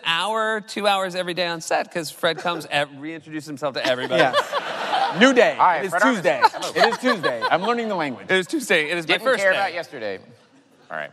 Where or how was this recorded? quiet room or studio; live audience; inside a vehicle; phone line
live audience